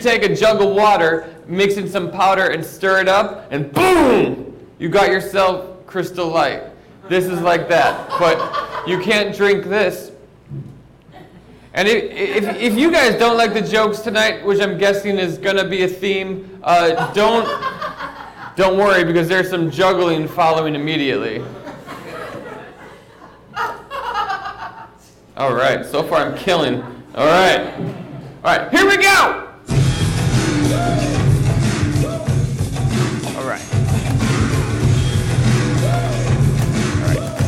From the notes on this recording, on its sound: This is the podcast of the LIVE show. This show aired at The Peoples Improv Theater in New York City.